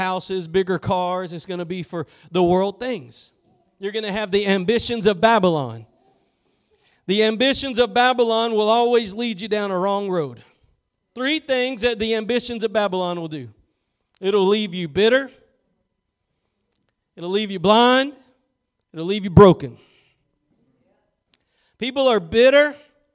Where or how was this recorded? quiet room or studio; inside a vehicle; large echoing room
large echoing room